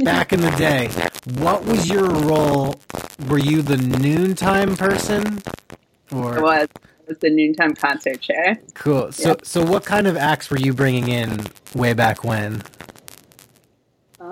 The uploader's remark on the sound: Apologies for the audio issues.